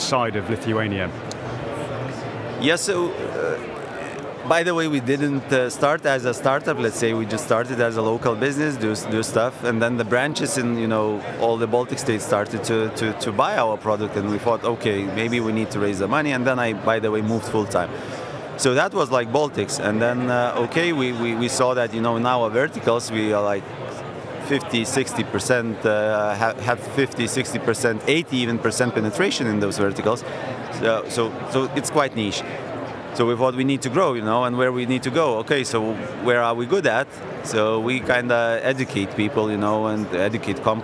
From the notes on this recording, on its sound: Slush, Helsinki. The first of three episodes recorded at Slush in Helsinki, that we produced in partnership with Remote, the global HR platform, where we recorded a series of interviews from Remote's booth with a number of the speakers and attendees.